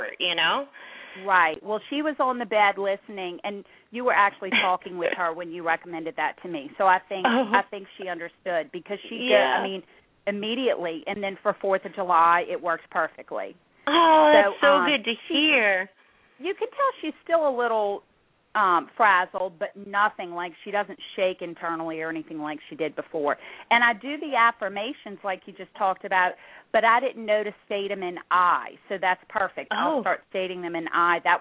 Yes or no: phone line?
yes